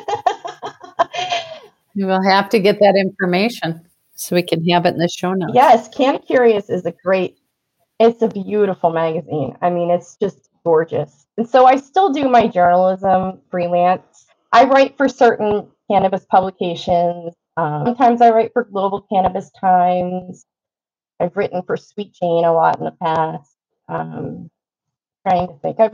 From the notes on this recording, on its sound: Recorded on Squadcast